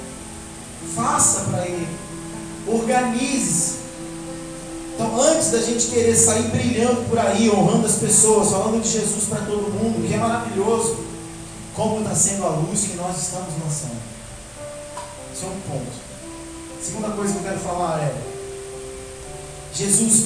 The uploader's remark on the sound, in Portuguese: O áudio não está com qualidade excelente.